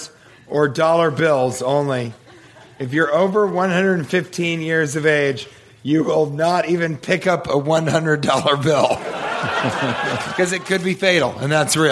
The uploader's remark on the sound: Live from Portland!